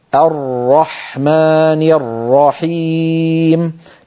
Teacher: ننتقل إلى الحرف الذي يلي ذلك، حرف الراء، وهو أيضا من الحروف البينية. الجريان الجزئي للصوت عند نطق الراء بسبب اعتراض أغلب طرف اللسان لخروجه. اللسان يتقعر كما شرحنا ذلك عند مخرج الراء، ويتقعر ويلامس يمينه ويساره ما يحاذيه من غار الحنك، ويبقى في الوسط الأمامي فجوة قليلة منها يمر صوت ضئيل.